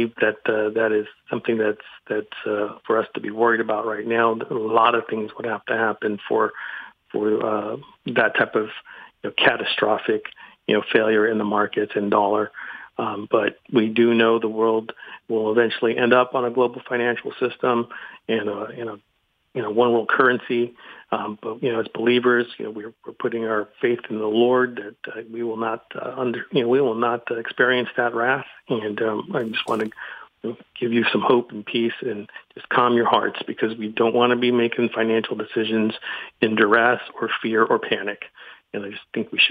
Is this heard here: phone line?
yes